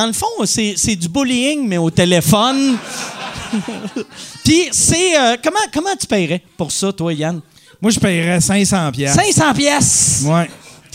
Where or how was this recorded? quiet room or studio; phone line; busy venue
busy venue